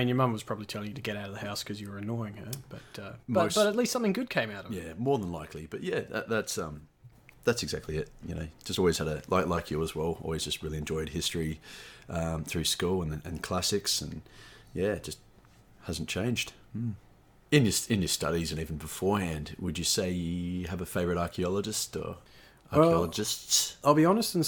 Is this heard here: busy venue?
no